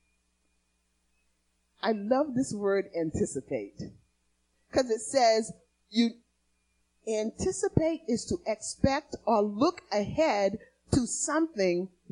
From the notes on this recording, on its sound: Recorded on 2016-02-28 at the 08:30am Service